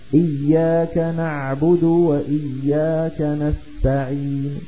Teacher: أما إذا وقفنا بالسكون فعندئذ يصير مدا عارضا للسكون، يجوز فيه القصر والتوسط والطول. لكن إن وقفنا بالروم أي ببعض الضمة فلا نمده إلا بمقدار حركتين كالوصل، لأن الروم حكمه حكم الوصل.